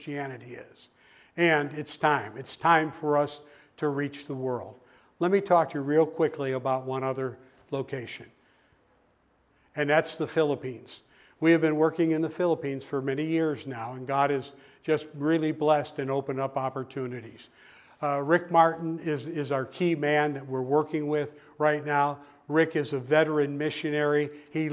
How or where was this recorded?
large echoing room